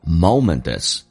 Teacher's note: moment 跟 is 有一个连音叫做 moment is